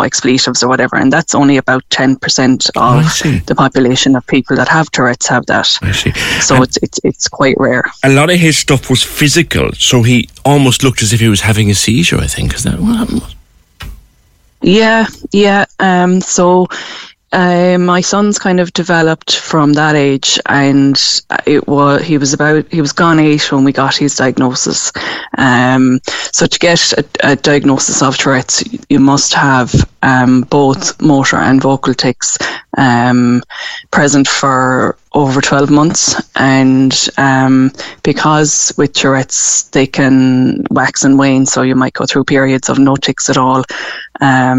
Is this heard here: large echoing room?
no